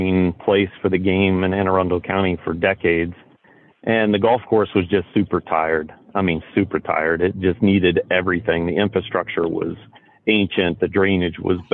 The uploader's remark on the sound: Called into the podcast from his current job site at Indian Creek.